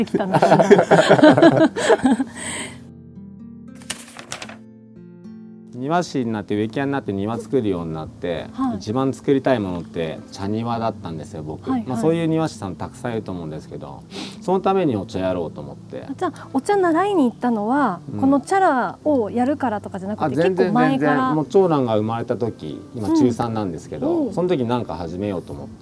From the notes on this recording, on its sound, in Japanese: ご自宅のお庭で収録させて頂きました。